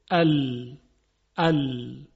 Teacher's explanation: حرف لام به این شکل تلفظ میشه که قسمتی از سر زبان و کناره زبان به لثه دندانهای بالا از سمت جلو برخورد میکنه و لام تلفظ میشه.